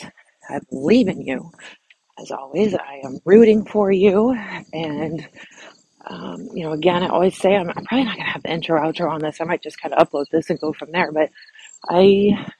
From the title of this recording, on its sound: her walk & talk